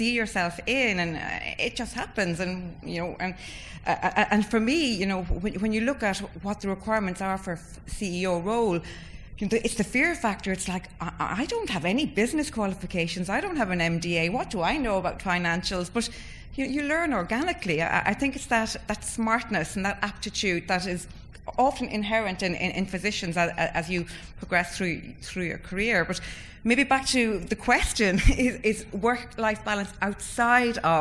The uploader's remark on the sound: First recorded at the 7th annual Chief Medical Officer Summit